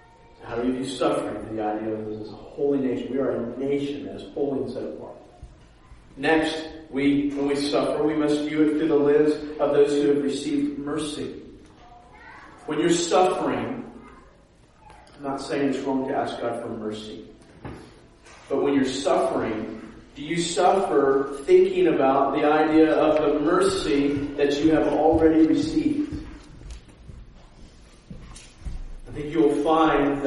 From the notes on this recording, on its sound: preached at a sister church of ours in Dayton, Refuge City Church